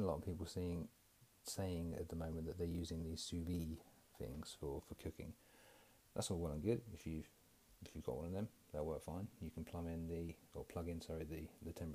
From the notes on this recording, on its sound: Apologies for the low level audio